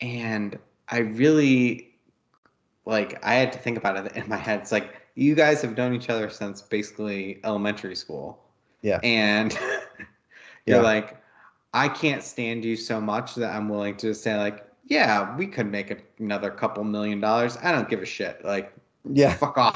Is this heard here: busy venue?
no